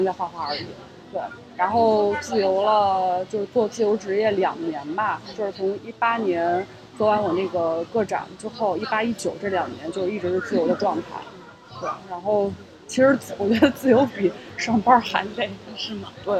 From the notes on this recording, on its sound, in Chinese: 本期节目录制于大艺术家市集的户外现场，噪音、不时被顾客打断、不同的朋友突然到访，都让本期节目不可预测。